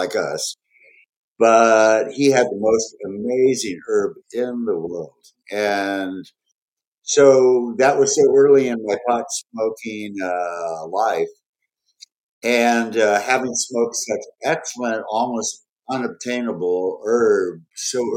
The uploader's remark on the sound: Recorded on Squadcast